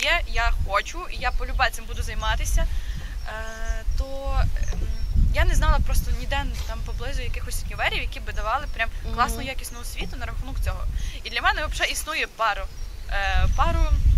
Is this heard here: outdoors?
yes